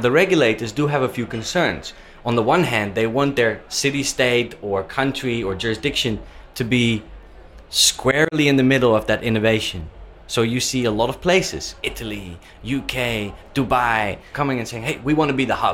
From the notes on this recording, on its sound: Joining us in the booth Live from Hong Kong FinTech Week